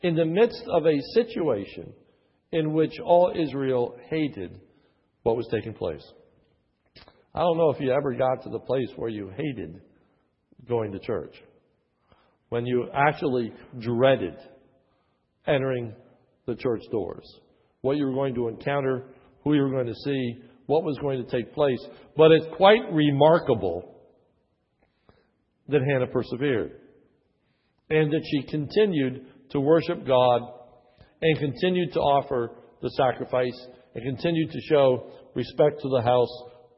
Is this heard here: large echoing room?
yes